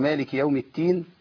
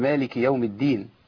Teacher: لو منعت الهمس عن التاء بقت دال ولو مشيت الهمس او النفس في الدال انقلبت الى تاء